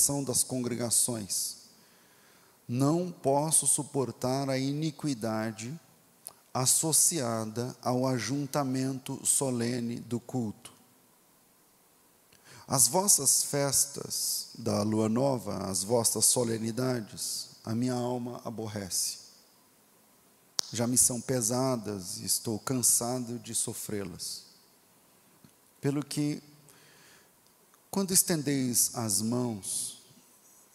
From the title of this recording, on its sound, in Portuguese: Culto Ao Vivo